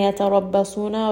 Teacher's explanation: ra is going to be heavy. Sad is heavy.